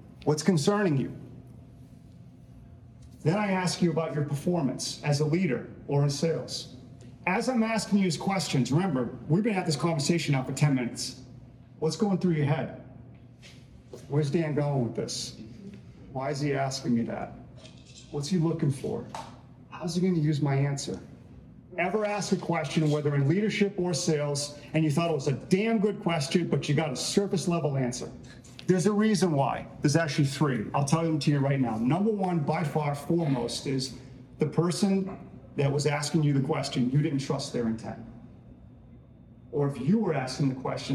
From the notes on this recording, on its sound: recorded live at a speaking event